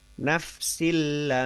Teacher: Nafsil sebentar gitu ya. Tetapi di justru yang lama itu di lamma, seperti itu. · Term: gunnah